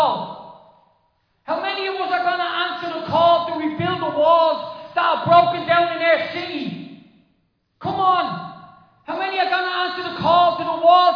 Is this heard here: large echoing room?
yes